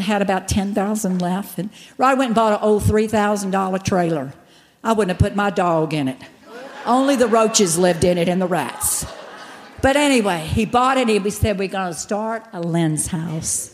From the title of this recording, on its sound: General Session, Flourish 2023